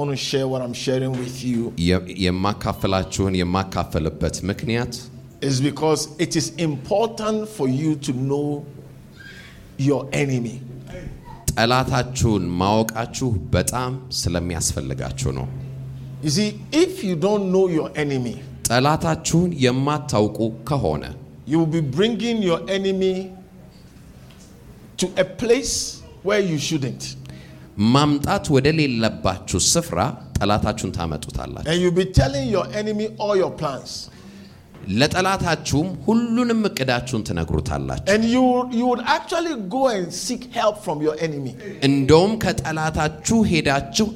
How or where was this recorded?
large echoing room